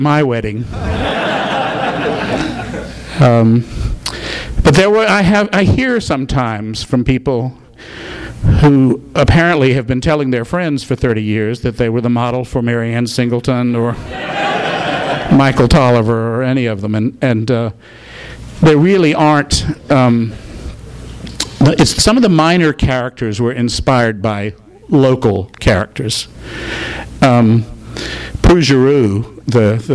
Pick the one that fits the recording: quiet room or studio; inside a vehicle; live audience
live audience